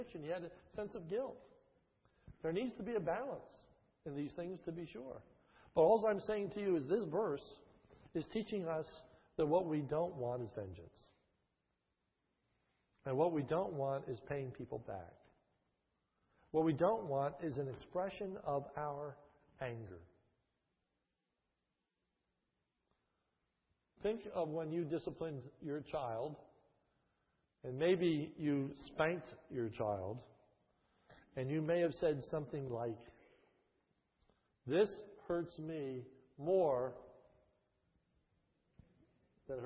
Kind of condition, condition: setting, large echoing room